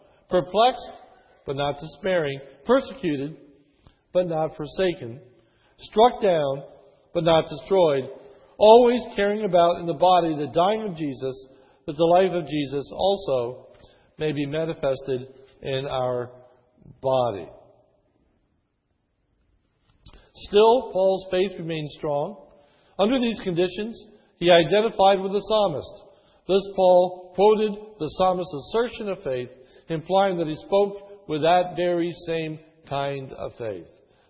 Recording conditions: large echoing room